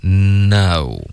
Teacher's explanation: N 第一个的 N 呢就是舌尖顶上颚，那然后这样封住我们的气流让它从鼻腔出来 · Term: 鼻音